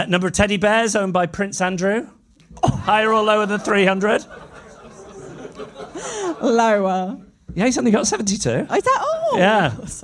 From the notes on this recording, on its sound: LIVE in London. Live at The Drum Labs, London 18/02/2024.